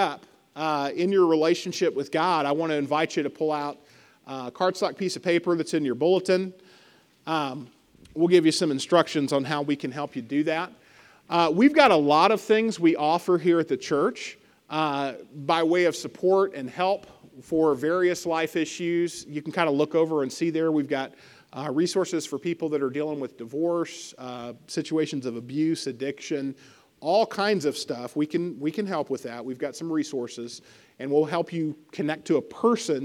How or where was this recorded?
large echoing room